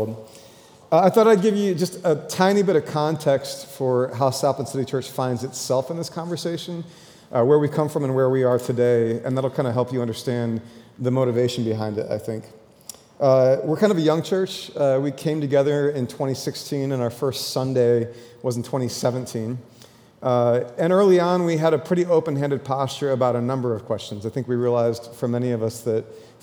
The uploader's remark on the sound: 2023 Creating Safe Spaces For LGBTQ+ People Panel. The panel also responded to questions from those in attendance.